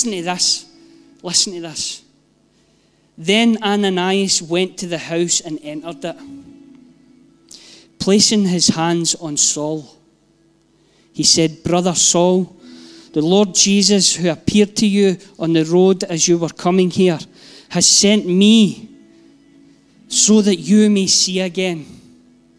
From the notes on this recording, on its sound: Live from our ONE Church Sunday gathering 19/06/22